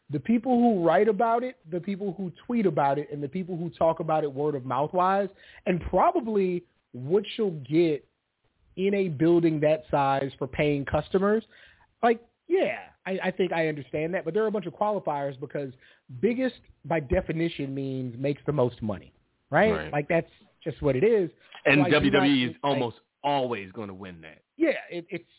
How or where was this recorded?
phone line